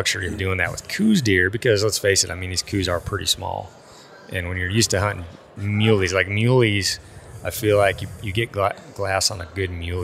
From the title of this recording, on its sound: live at hunt Expo